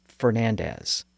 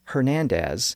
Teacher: So Spanish sometimes has two different versions of a root word, one pronounced with its original F sound and one pronounced with an H sound, or pronounced with a silent H that's still retained in the spelling.